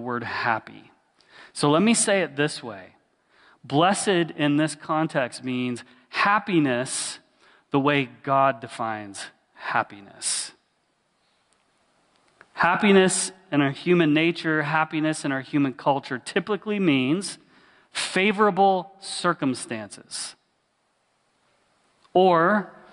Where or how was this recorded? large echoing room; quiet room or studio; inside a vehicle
large echoing room